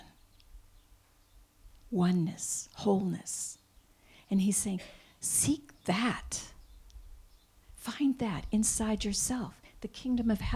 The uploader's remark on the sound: This week only, we are broadcasting LIVE from the Hayshed, an outdoor venue in Bend. We’ll have our regular Sunday Service, with special guest musicians.